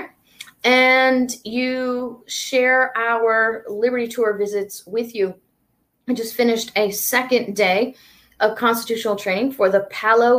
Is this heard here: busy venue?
no